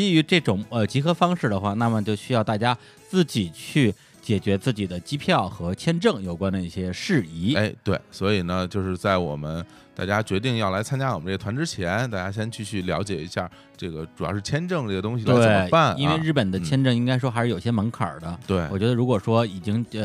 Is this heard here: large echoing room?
no